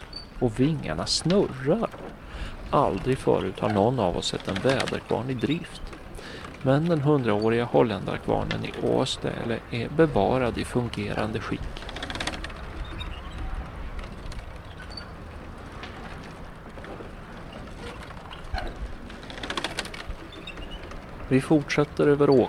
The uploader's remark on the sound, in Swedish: Här finns en ljudberättelse från ett Bornholm från cykeln.